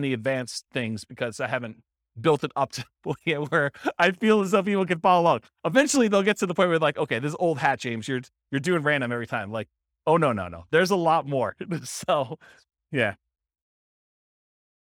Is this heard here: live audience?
yes